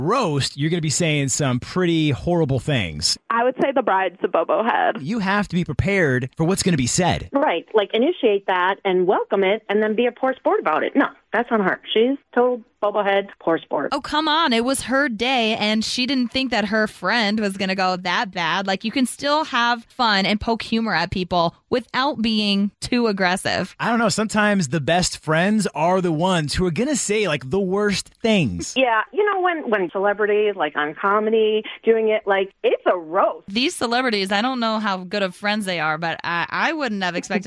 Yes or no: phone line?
yes